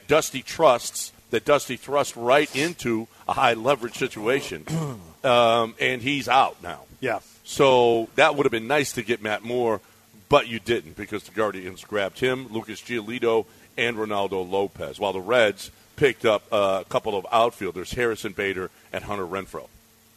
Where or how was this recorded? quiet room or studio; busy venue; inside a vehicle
busy venue